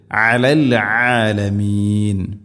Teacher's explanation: അലൽ ആലമീൻ, അലൽ ആലമീൻ, ഐനിൻ്റെ ഉച്ചാരണം ശ്രദ്ധിക്കുക, തൊണ്ടയുടെ മധ്യഭാഗമാണ് ഐനിൻ്റെ മഖ്റജ്. അലല്ലാലമീൻ എന്ന് ഓതരുത്, അലൽ ആലമീൻ.